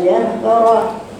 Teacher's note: جهرة يعني الراء مفخمة والهاء يا بناتي رقيقة.